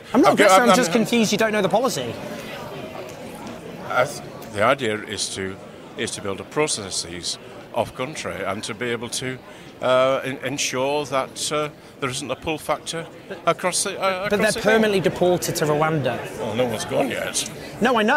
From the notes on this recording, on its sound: Every year we go to Tory Conference to record our behind the scenes documentary.